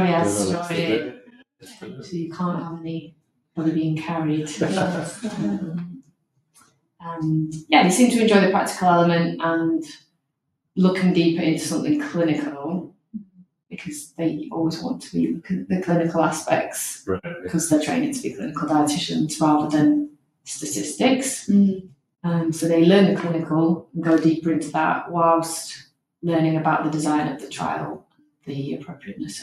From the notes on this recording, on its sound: We're aware the audio isn't ideal so thank you for your patience as we find our way!